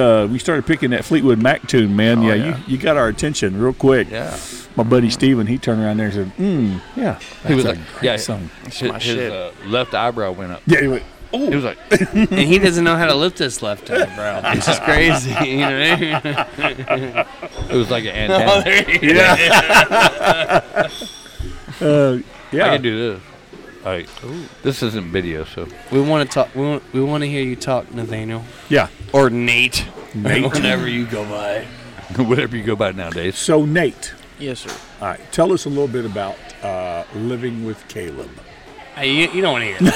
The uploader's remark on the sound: Recorded at The Pacific Yard House in Downtown Conroe! Recorded at The Pacific Yard House in Downtown Conroe!